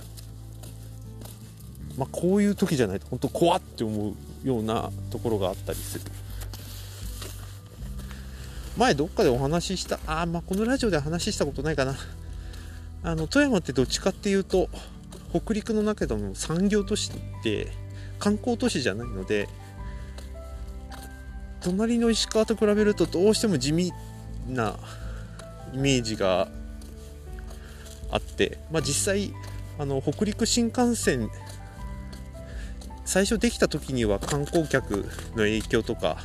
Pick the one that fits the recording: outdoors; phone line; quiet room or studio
outdoors